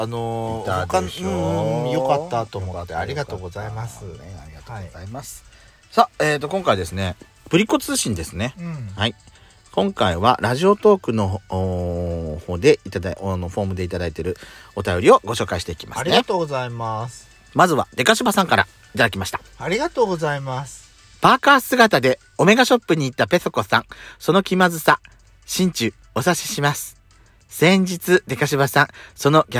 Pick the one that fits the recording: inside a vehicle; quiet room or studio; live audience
inside a vehicle